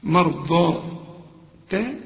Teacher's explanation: تبتغي ما مرضات، لا ما رأى الميم هنا، الراء هنا المفخمة والضاد برضو مفخمة، لكن ادي كل حرف حق.